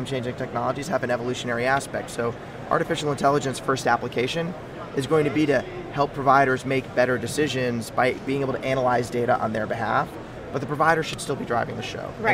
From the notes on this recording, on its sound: LIVE From #HIMSS17